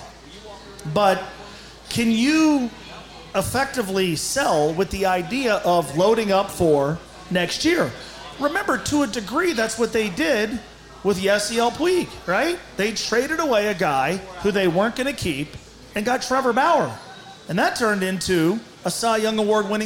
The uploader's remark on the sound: LIVE from Fretboard Brewery